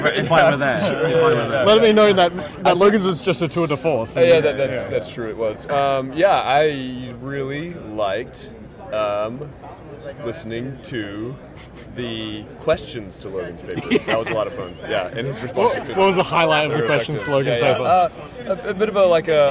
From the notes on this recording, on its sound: we shift to our live recordings in the book stalls with various colleagues enjoying the conference